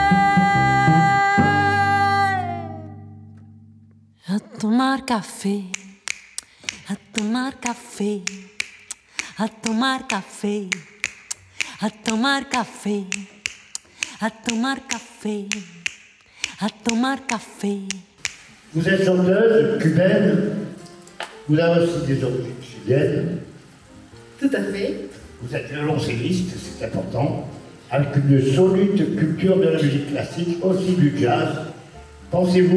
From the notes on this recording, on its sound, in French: Sur la scène du Théâtre Lino Ventura à Nice et en différé sur Agora Côte d'Azur.